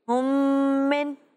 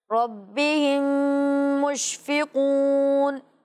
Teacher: میم ساکن کے بعد دوسری میم آئے، ادغام میں شفوی ہوگا، میم کو میم سے ملانا بھی ہے اور غنہ بھی کرنا ہے · Term: ادغام شفوی